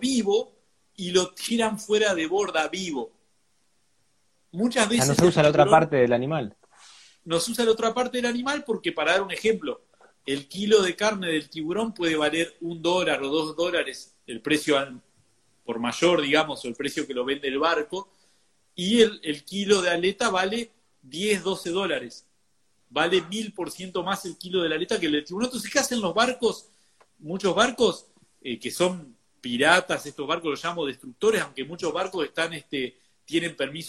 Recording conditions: video call